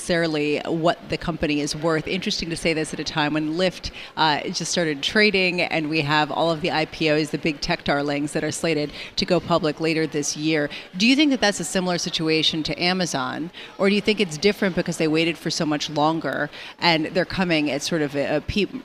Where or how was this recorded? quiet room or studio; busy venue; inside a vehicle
busy venue